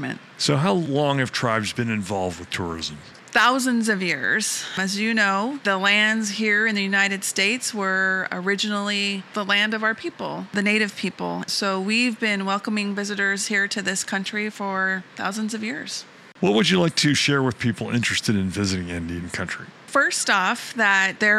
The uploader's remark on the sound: Live From IPW.